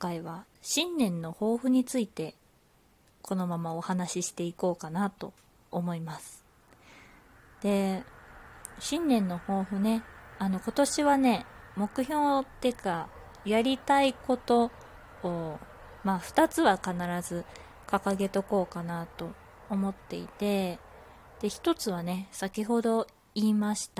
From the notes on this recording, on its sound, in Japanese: 自宅でスマホによる収録のため様々な騒音が収録されています、ご了承ください